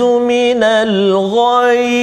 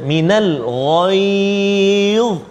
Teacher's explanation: huruf dha hujung lidah kita keluar sedikit